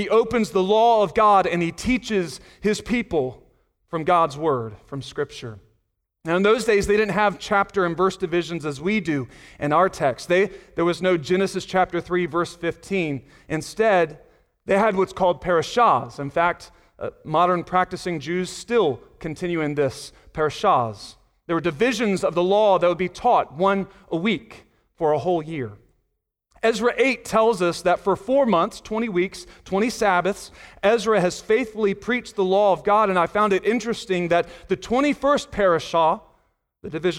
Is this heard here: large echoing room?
yes